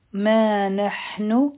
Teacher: ما نحن ما به دوه حرکا را کاږو. په نحنو کې به ح د حلق نه وایو